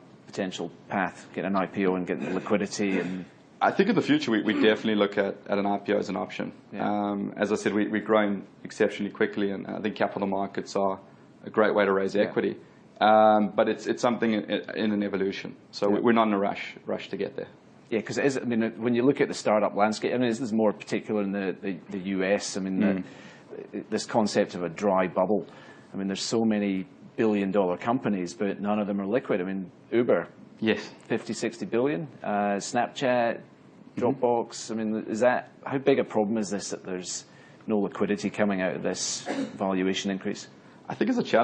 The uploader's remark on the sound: Recorded at Innovation Bay Sydney breakfast event - 18 May 2016